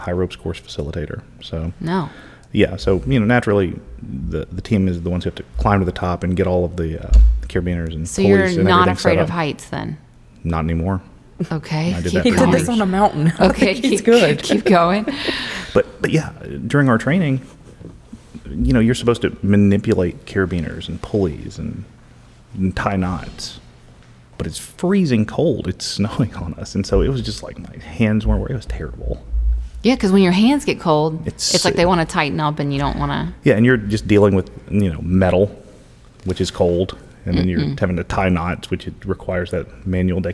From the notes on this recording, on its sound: We put a microphone on an empty chair with us in the lobby and spoke to several people passing by and even met someone new.